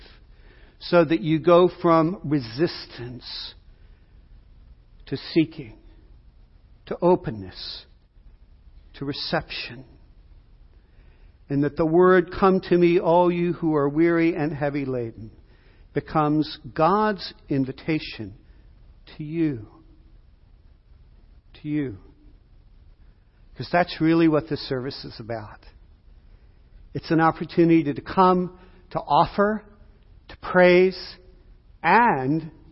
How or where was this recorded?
large echoing room